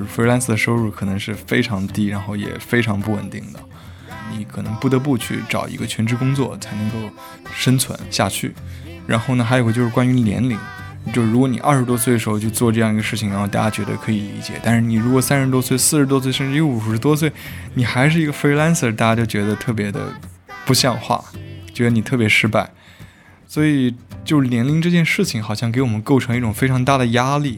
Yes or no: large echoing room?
no